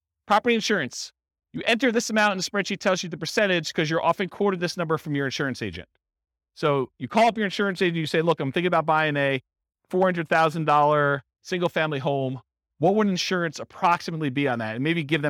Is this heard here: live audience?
yes